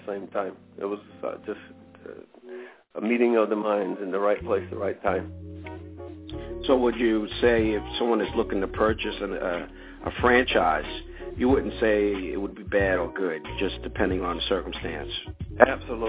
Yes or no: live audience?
no